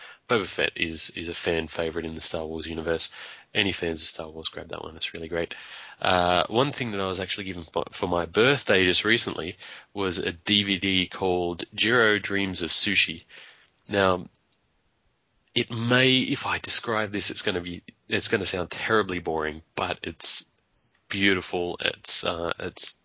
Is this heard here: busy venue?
no